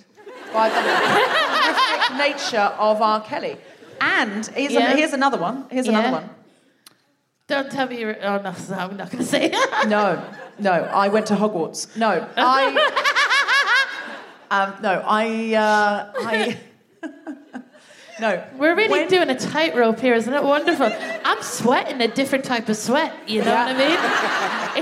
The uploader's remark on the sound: Live from the Lowry in Salford